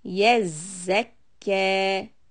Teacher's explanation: So push on zay, yezzakkat, and keep the kaf two counts